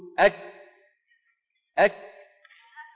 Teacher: مهما ضغطت ما ممكن أن يمر ولا ذرة صوت لأن المخرج قد انقفل تماما · Term: الكاف